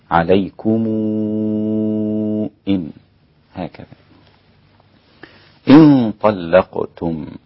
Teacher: ومد ورش وأشبع المد 6 حركات